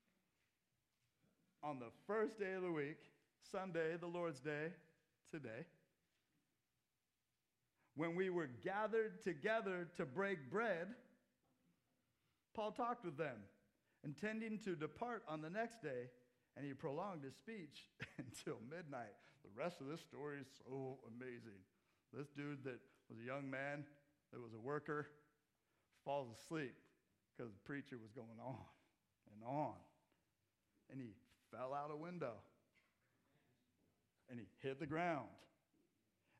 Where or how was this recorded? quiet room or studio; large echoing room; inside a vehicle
large echoing room